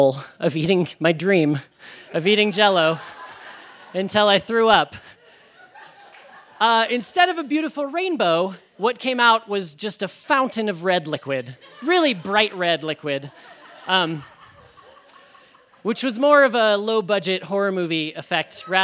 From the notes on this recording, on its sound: He told this story live on 15 August 2018 at Buntport Theater in Denver, Colorado.